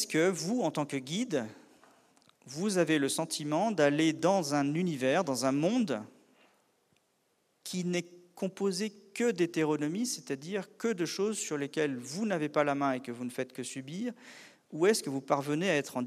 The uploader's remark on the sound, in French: Une conférence de l'ENSA, Ecole Nationale de Ski et d'Alpinisme à Chamonix-Mont-Blanc